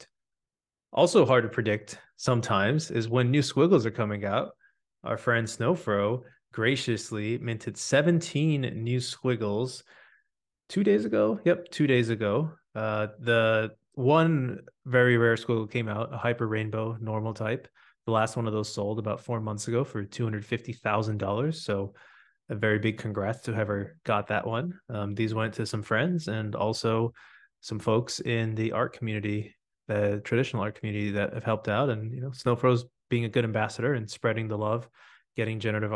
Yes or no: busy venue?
no